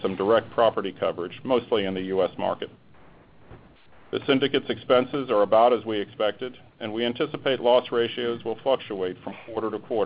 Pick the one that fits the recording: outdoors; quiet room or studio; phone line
phone line